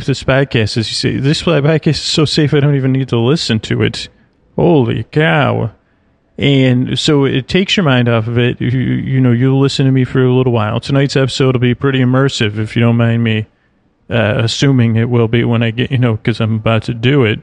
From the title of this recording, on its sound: Sea Life Orlando | On Location